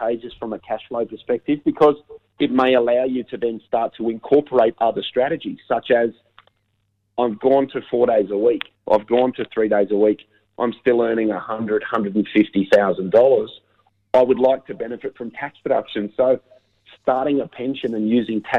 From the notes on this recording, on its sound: Unfortunately with Canberra in a Covid lockdown. By phone this week.